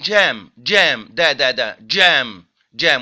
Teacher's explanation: ده أفريكت مزيج بين البلوسيف الانفجاري والفريكاتيف اللي هو الاحتكاكي